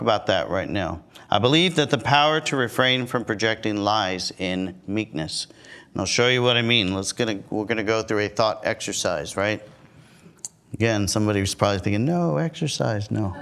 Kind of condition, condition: setting, large echoing room